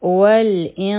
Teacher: دا لام شمسیه دی نو واو او لام به یو ځای شي دا به شي ول او د همزه د لاندې کسره ده نون خالی دی د